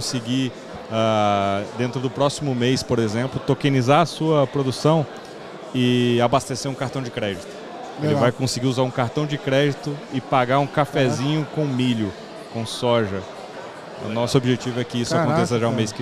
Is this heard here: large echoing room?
no